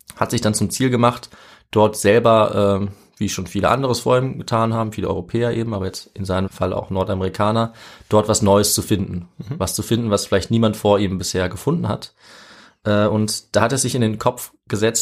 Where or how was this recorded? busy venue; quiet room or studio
quiet room or studio